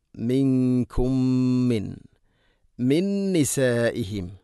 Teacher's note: ഇദ്ഗാം ബിഗുന്ന ഇദ്ഗാം മുതമാസിലിൻ എന്ന് പറയും. ഇവിടെ ഒന്നാമത്തെ മീമിനെ അടുത്ത മീമിലേക്ക് ഇദ്ഗാം ചെയ്തുകൊണ്ട് മിക്സ് ചെയ്തുകൊണ്ട് ഒന്നാക്കി ഗുന്നയോടുകൂടെ ഉച്ചരിക്കണം.